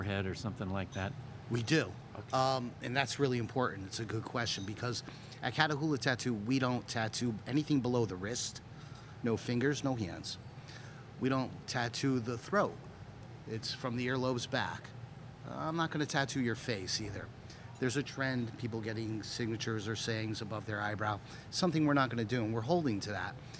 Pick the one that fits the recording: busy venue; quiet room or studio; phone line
busy venue